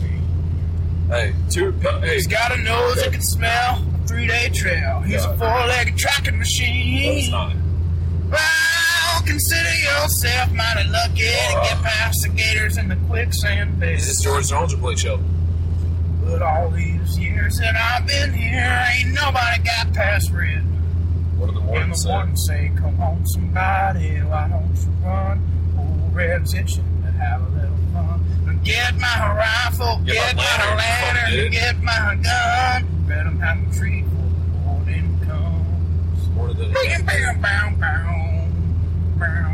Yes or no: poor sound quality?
yes